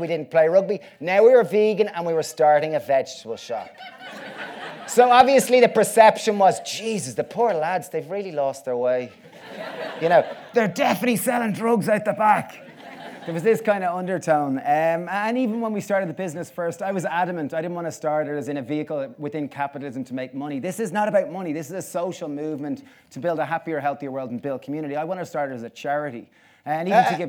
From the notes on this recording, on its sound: This talk was recorded on the Vevolution stage at Vevolution Festival 2019.